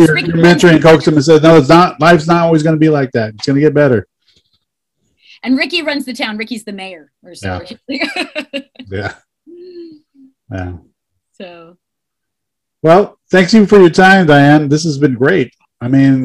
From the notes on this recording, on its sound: a very special Mad Bros Media Zoom Podcast